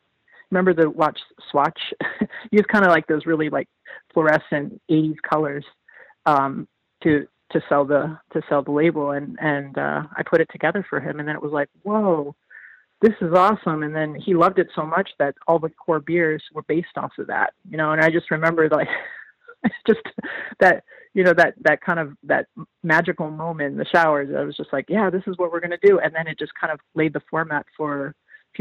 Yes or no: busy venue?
no